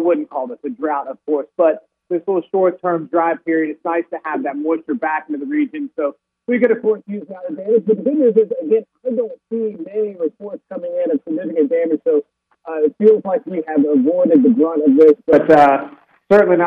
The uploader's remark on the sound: calls into the show from Wilmington